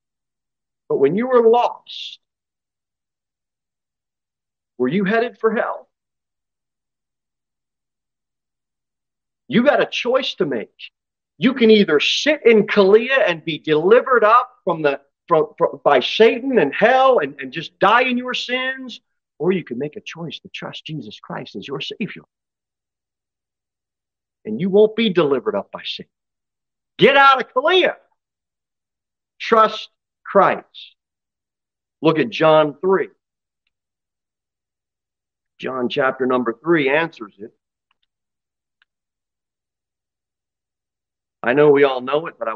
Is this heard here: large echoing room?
yes